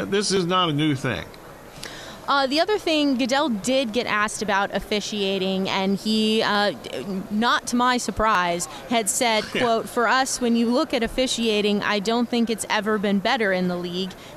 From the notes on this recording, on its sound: Extra Point live from Super Bowl Radio Row on 2/9/2023.